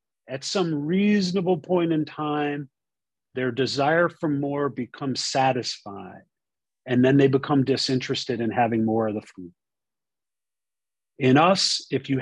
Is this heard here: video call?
yes